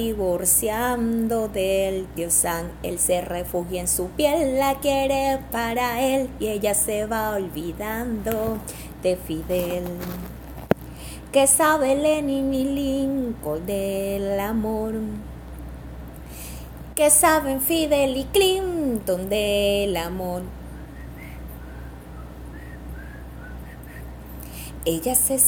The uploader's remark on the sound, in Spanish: La grabación fue realizada desde el teléfono ZTE Blade5 2020.